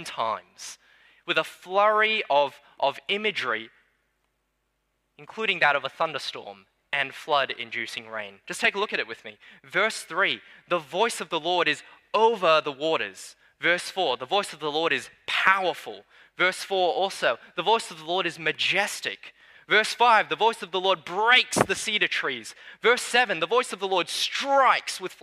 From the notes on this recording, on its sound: Sermon preached on 3 July 2022 at Newtown:Erskineville Anglican Church.